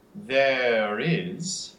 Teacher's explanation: if there goes on, there is, then that R suddenly shows up because it's before a vowel in the next word